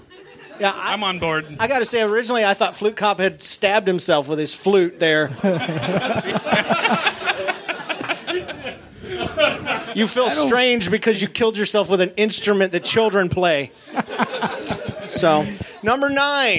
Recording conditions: live audience